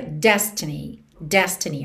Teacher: Normalmente a gente teria destiny. Destiny, a sílaba tônica é a primeira. Mas aqui, por conta da melodia, a gente tem destiny.